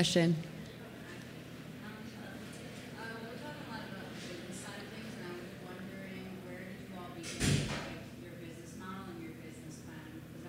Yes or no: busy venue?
yes